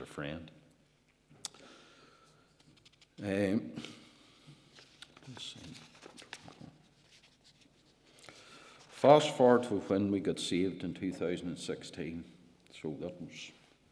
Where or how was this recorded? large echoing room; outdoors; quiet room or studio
large echoing room